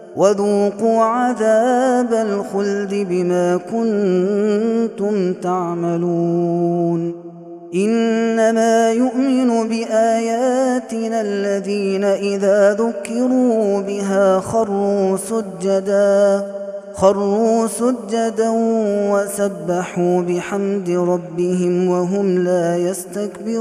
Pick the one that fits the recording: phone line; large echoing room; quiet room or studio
large echoing room